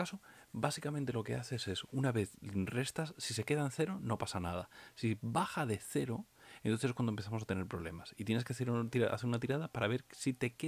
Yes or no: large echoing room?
no